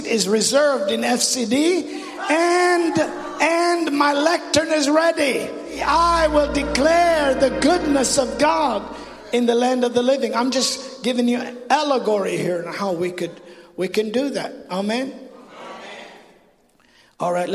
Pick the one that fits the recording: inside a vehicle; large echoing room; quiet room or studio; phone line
large echoing room